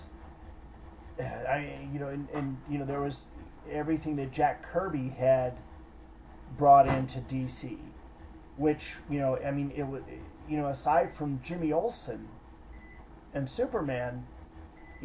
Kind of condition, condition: fault, background noise